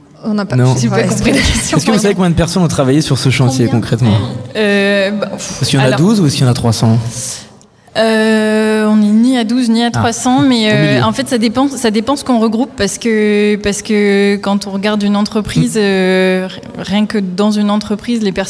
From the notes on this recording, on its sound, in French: En direct du nouveau chapiteau permanent Le Plongeoir